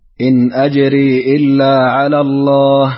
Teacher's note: ابن كثير سيقرأ، يسكن الياء ويقصر المنفصل